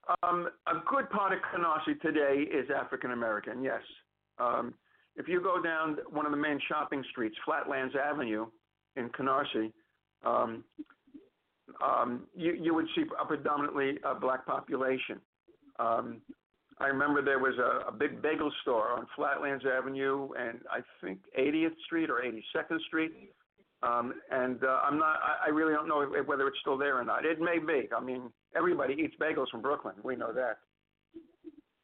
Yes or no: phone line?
yes